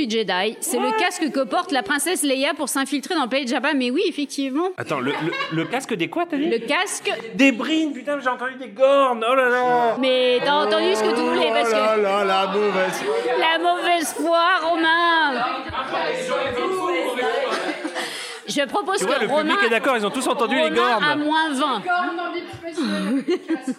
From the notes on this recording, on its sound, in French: Podcast enregistré au FROG RÉVOLUTION à Paris Bastille. Podcast enregistré au FROG RÉVOLUTION à Paris Bastille.